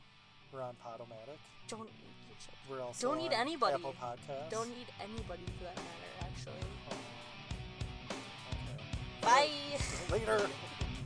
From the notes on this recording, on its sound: Drive Time Special. Hop in the car and take a drive to and from the theater.